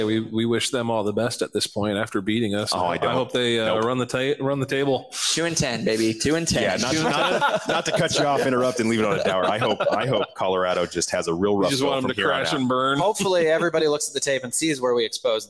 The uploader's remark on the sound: Live from the Hurrdat Sports Bar!